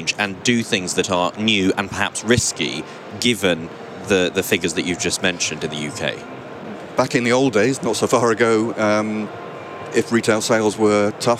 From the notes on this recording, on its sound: recorded at NRF Big Show 2018